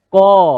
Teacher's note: Ko sebab sifat tebal datang daripada pangkal lidah kita. Suara kita menghala ke langit.